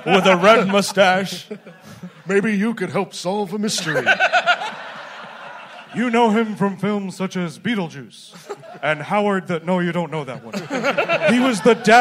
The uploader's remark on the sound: Live! at the Bell House. We're releasing last month's sold-out show from Brooklyn.